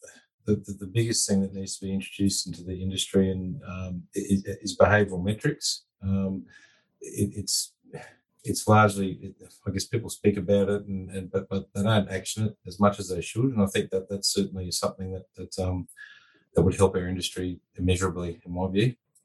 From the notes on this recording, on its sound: We bring you the recording of a webinar. This is the recording of the second online event in the "Transforming Australia's construction industry - a group up approach" series.